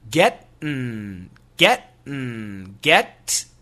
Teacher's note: Getting, if we say it fast, gettin', gettin', get. Don't finish the T and make the N sound.